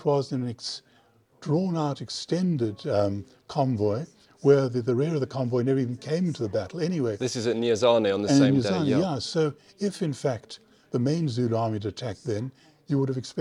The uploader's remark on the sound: I recorded this at the Clash of Empires exhibition currently taking place at the Royal Philatelic Society in London